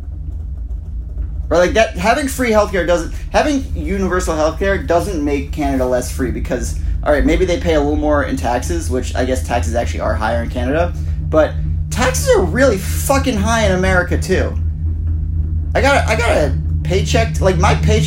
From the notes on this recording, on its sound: Live from a gondola in Mont Tremblant